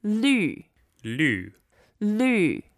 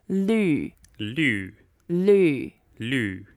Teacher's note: It's the fourth tone, and then you need to curl your tongue a little bit, and then have the tip of your tongue touching the back of your teeth. Both upper and lower teeth, and of course you have your mouth slightly closed.